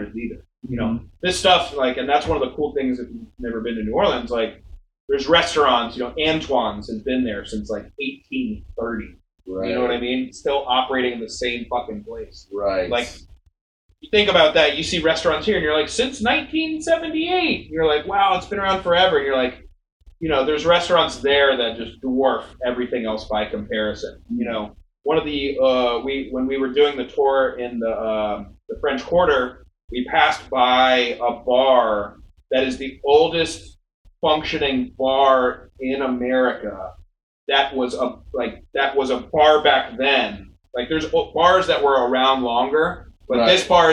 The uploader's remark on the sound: serious sound issues on this episode